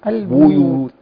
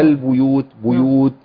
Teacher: يراعي ضم شفتين في الباء